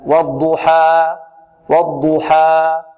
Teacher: بمقدار حركتين. الألف تمد بمقدار حركتين، فنحذر بارك الله فيكم من أن نشرب الألف الياء، من أن نميل الألف، نقول والضحى حاء، هذه فيها تقليل، والضحى والفتح الخالص حاء، والضحى لا نقول والضحى حاء والضحى والضحى هكذا والضحى.